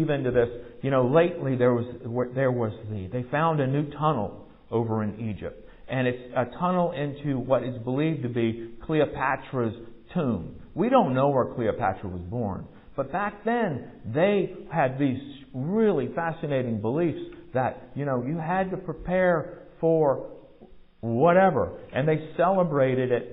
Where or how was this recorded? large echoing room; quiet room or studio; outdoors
large echoing room